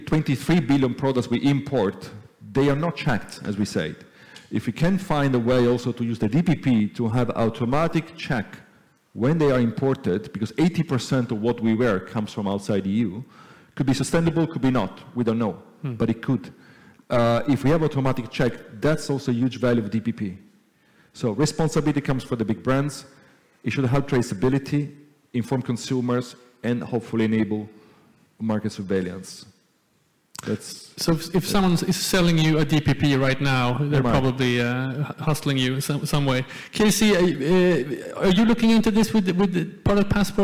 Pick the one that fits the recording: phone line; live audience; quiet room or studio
live audience